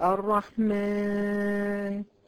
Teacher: بعض الطلبات تقول لك الرحمن، صوتها في غنة